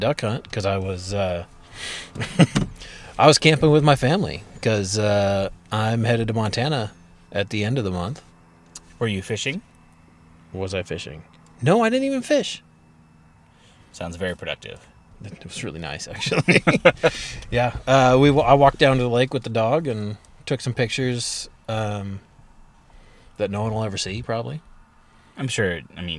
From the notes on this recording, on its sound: Duck discussion in the Truck. We're back in person, which is super nice, but it was super nice outside and so the inside of my truck got a bit warm.